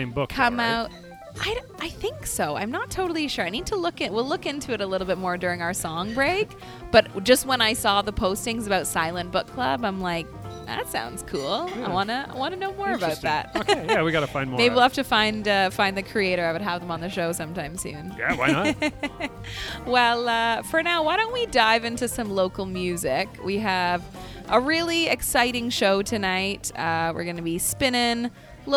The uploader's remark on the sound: LIVE from Midnight Run Cafe. Head to Midnight Run Cafe in Uptown Waterloo.